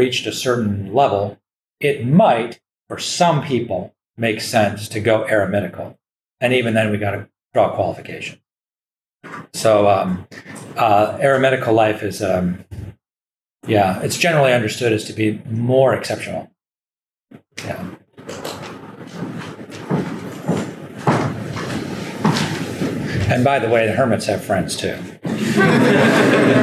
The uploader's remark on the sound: The lecture was given on June 29th, 2023, at the Thomistic Institute Student Leadership Conference at the Dominican House of Studies.